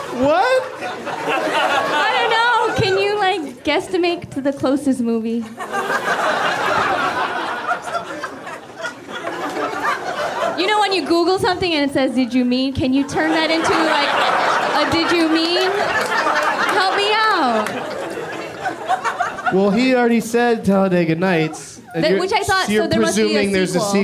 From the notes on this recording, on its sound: Live from The Improv in Orlando.